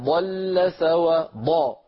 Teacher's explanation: ضا سريع استطالة ولكنها سريعة